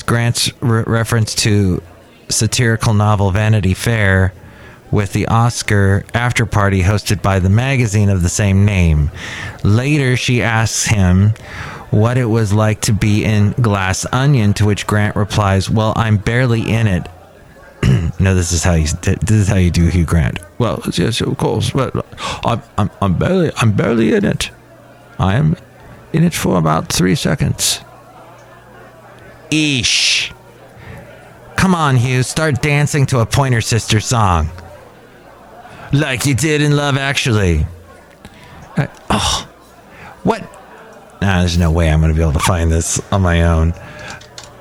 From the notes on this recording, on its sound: podcasts live from Cafe Anyway